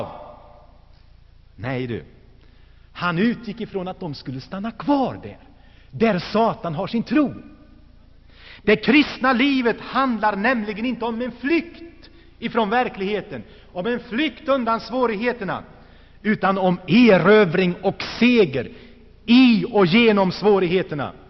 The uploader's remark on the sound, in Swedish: Inspelad i Saronkyrkan, G&#154;teborg 1984-11-04